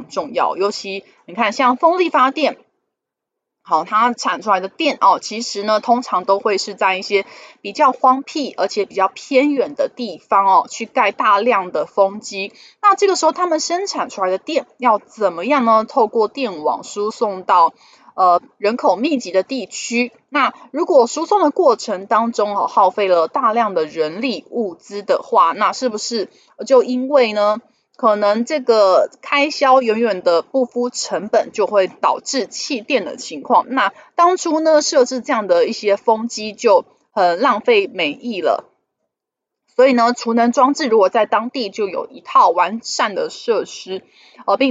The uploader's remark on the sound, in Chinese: 本集有些許雜音，已亟力避免，如有察覺請多多包涵